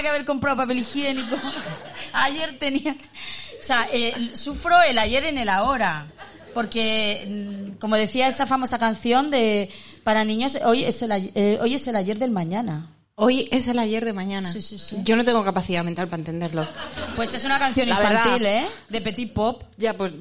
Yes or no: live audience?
yes